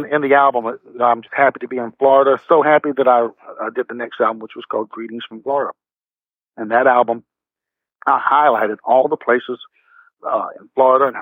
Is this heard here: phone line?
yes